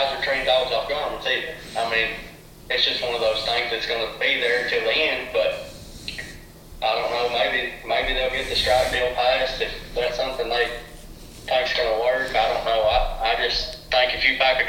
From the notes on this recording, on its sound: The LIVE Call. With three individuals from different parts of the country. Our guests joined us via phone call.